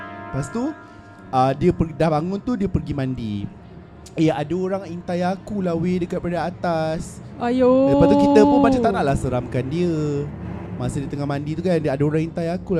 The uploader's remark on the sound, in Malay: Di tengah-tengah keseraman dan keghairahan Festival Seram Buku Prima